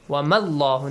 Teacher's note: when you join with a word starting with Hamzatul Wasl, skip both of them. Mad and also Hamzatul Wasl.